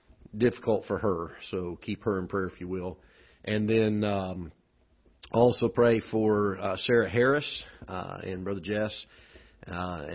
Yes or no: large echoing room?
yes